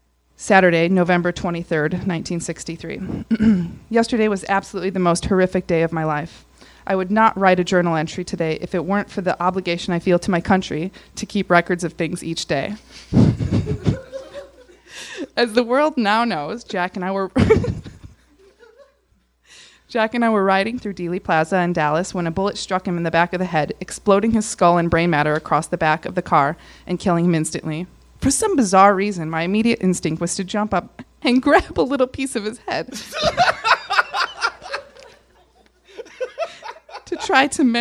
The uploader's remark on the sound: Recorded live at Nerdmelt in LA.